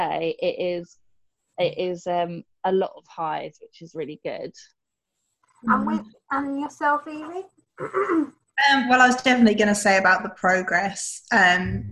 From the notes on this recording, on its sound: Online using the app zoom as I discussed during lockdown due to the Corona Virus.